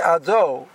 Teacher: instead of pronouncing the O sound in the second syllable, it ends up sounding more like an E sound or an I sound. Ade, Adi.